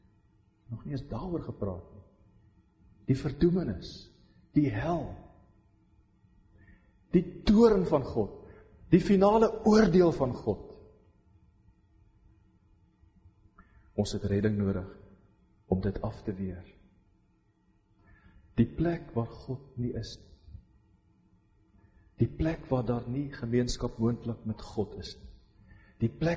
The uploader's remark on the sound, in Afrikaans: Preek opname tydens Loughton diens